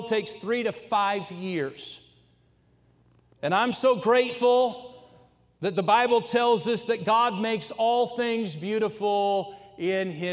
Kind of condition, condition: setting, large echoing room